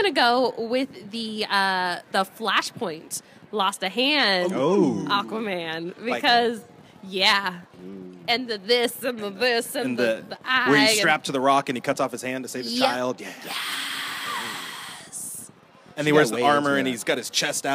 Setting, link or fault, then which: setting, busy venue